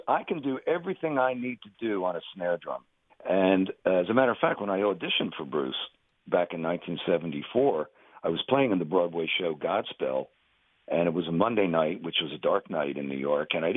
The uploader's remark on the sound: Chat by phone.